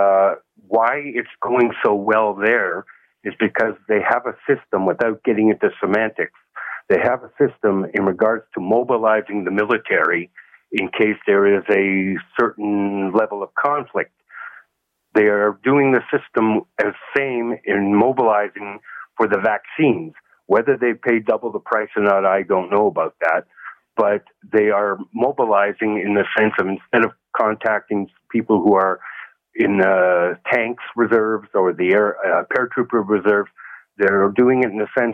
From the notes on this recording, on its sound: Listeners call. Zoomer Radio.